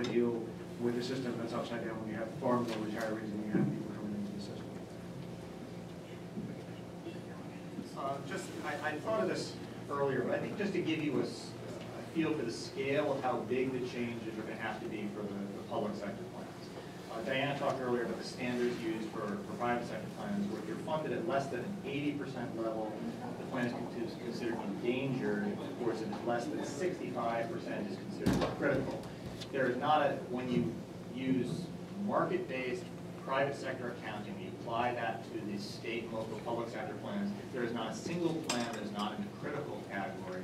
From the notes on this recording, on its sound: The Ripon Society held a “Bully Pulpit” Policy Conference. The conference was held from 11:30 am – 1:30 pm in the Eisenhower Room of the Capitol Hill Club, located at 300 First Street, SE, in Washington, DC. The conference featured speeches by three Members of Congress who had called for pension reform, followed by a panel of experts.